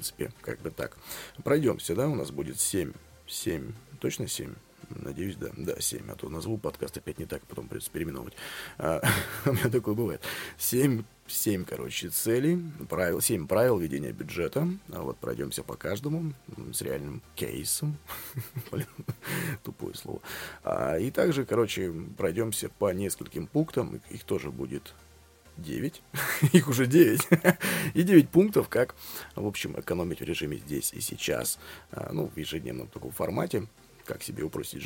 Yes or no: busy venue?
no